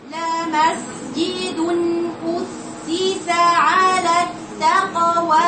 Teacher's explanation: تدي زمن للسين اللي فيها الرخاوة، لأن من صفاتها أيضا جريان الصوت، يعني لها زمن. يما تقولك لمسجد وتروح قطع الصوت كده كأنه حرف شديد، ادي زمن للسين، زمن الرخاوة الموجودة في حرف السين، باينة جدا في السين الساكنة.